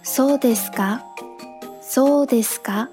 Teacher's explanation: 出现在句子末尾的假名卡，它在此时的发音是嘎 · Term: 不送气音